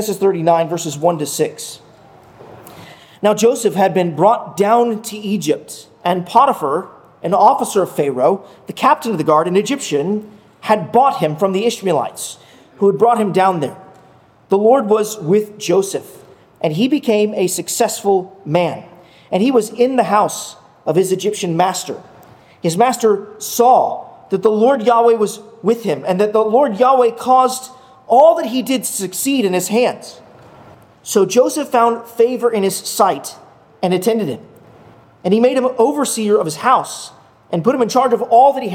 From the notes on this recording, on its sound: at Arlington Baptist Church in Arlington, Virginia